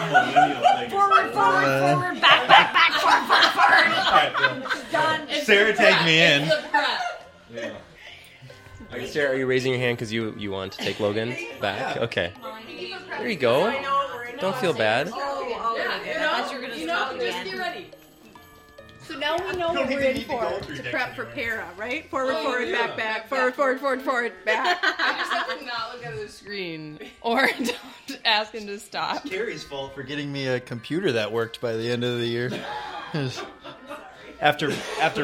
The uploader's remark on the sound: At our company holiday gathering this year, after dinner, I took my recorder out and asked our entire Leadership Vision team to share one thing they were excited about in 2018.